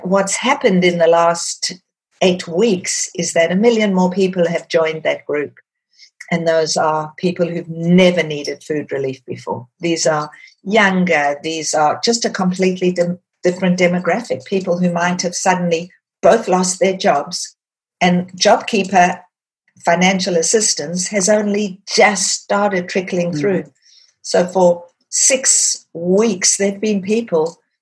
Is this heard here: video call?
yes